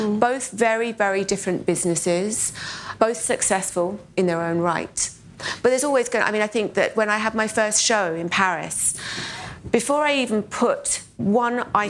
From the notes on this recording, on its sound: In the final session of BoF’s annual gathering